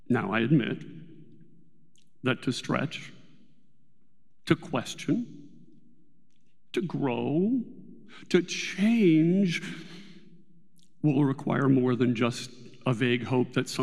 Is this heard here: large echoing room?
yes